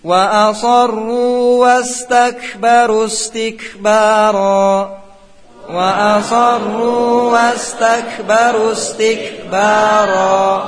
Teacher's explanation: Wa asarru, perhatikan di sini ru panjang, kemudian ada wau, jangan dilebih panjangkan karena alifnya tidak menambah panjang.